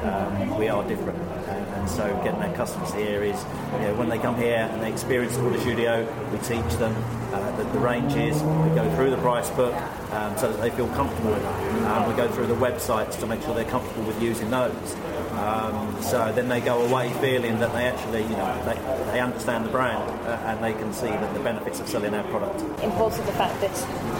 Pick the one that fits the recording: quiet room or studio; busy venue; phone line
busy venue